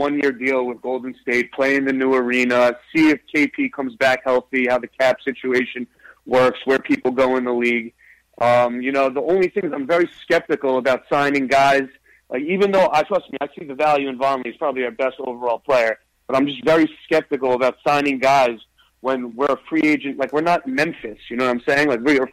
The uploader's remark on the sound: take live phone calls from fans around the world